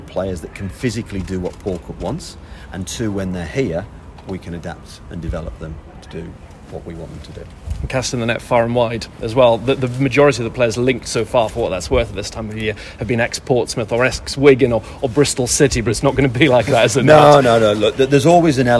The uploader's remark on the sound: Full audio of the first press conference